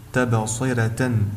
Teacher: قد جاء قبل حرف الراء كسر لازم أيضا، وبالتالي يجب ترقيقها فتنطق تبصرة.